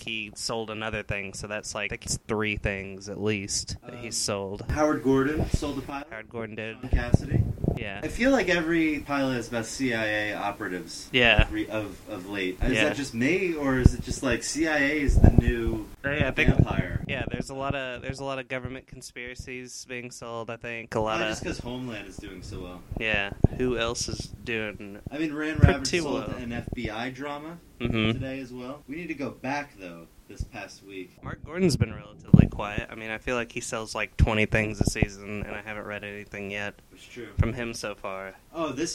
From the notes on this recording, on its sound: This is a test episode and there is only one microphone for the two hosts.